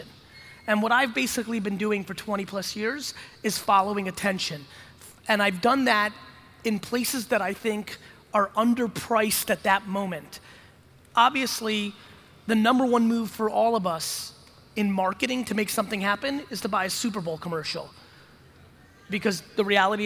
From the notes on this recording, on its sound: an exciting keynote from NAC Keynote in Los Angeles